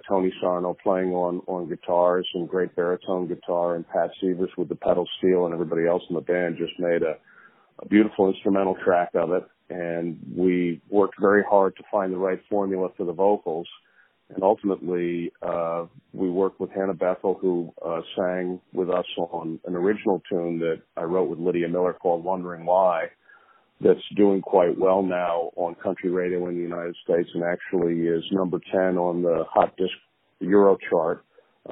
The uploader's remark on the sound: On the phone